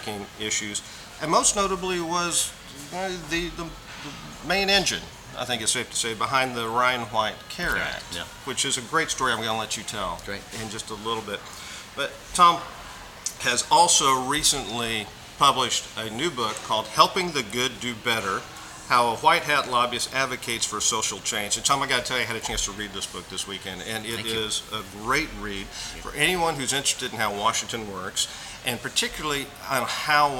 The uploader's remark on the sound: Recorded at the wonderful Georgian restaurant, Supra at 11th and M, NW.